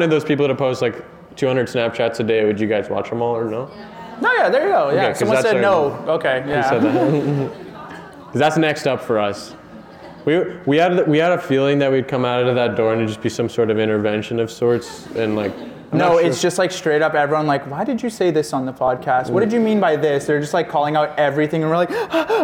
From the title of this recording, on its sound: York University Live Show